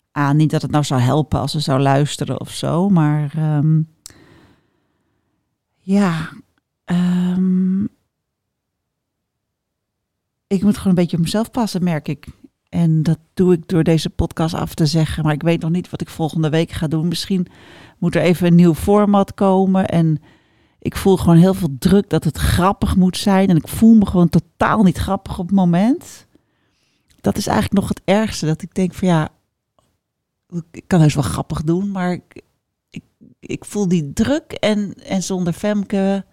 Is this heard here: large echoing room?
no